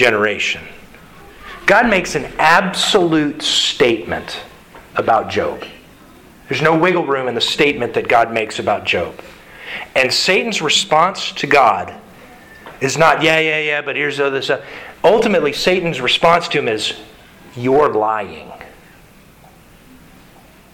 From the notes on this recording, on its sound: Sermon delivered to the Galena Bible Church